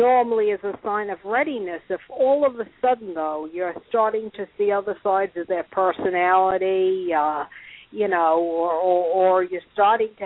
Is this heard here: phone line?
yes